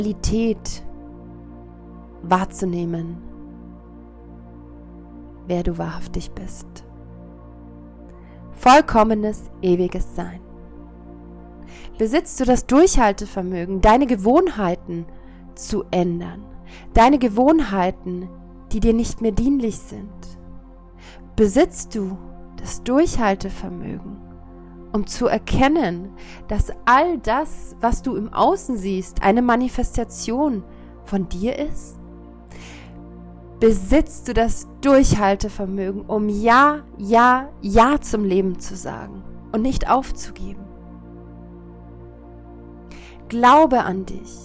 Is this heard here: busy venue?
no